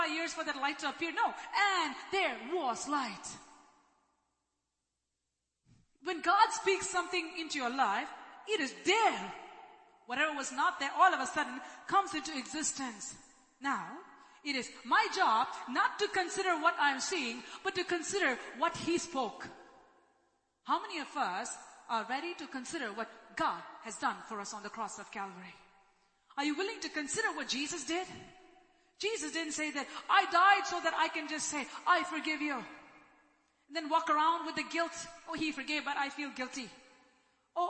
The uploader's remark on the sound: ELBIM Church Sunday LIVE Stream Audio